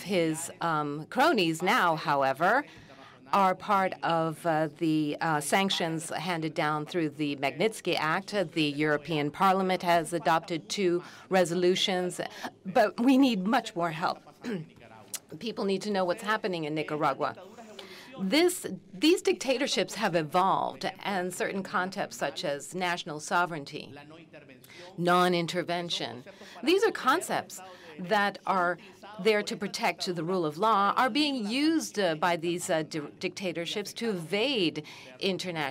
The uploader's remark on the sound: recorded at the 2019 Oslo Freedom Forum